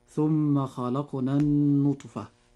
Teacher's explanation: كلمة النطفة نجد أن حرف النون في هذه الكلمة عليه شدة وضمة، وهذا الحرف المشدد أي النون يجب إظهار غنه بمقدار حركتين، فنقول هذه الكلمة هكذا. · Term: حرف غنة مشدد